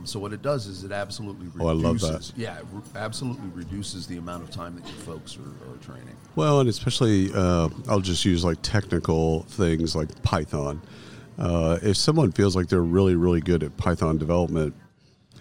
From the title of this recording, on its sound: Live from SHRM 2022